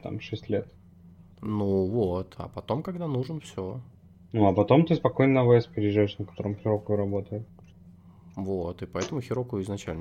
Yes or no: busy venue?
no